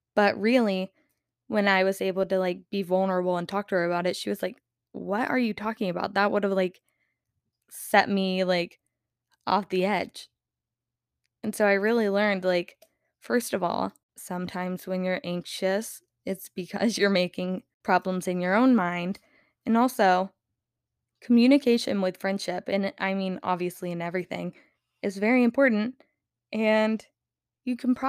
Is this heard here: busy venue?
no